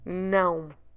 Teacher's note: And then followed by the letter O. So you have a very nasal sound, a very nasal syllable. Não. In order to pronounce it correctly, you need to close your lips in the end.